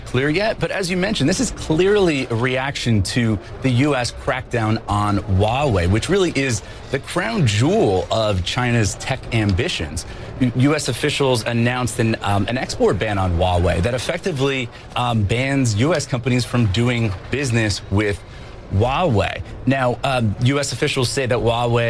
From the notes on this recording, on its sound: live from the New York Stock Exchange